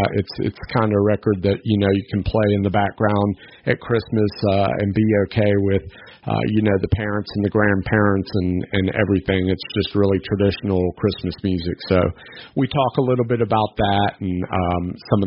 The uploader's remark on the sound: We jumped on the phone